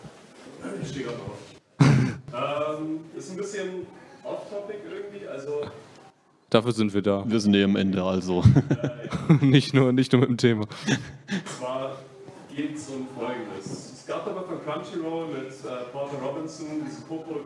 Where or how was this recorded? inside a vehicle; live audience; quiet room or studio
live audience